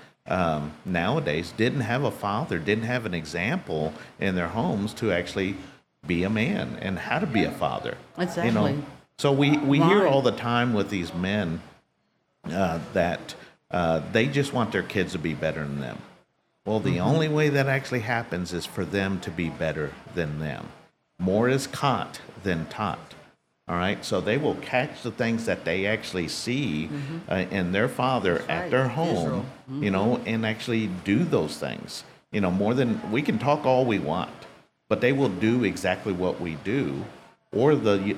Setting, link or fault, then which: setting, busy venue